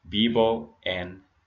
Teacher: the letter V, like victory, and the letter B, like Bob, is pronounced both like the letter B, like Bob